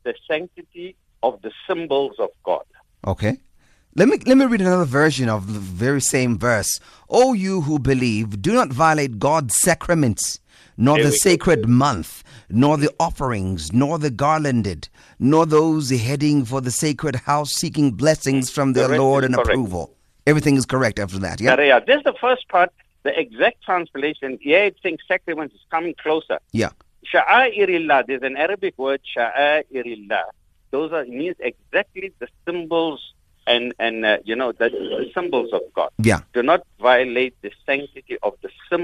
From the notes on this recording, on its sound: Guest on the phone